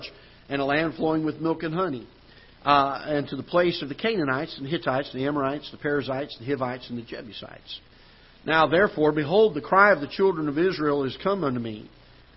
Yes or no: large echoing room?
yes